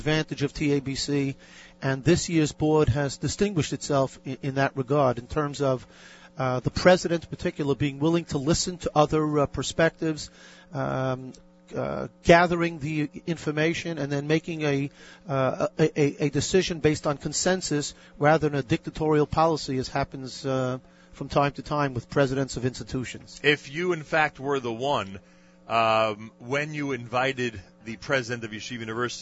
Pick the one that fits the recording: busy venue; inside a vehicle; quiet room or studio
busy venue